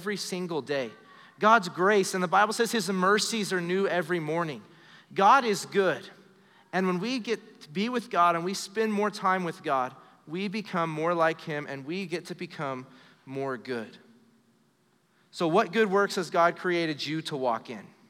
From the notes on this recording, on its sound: Recorded live during our Wednesday night service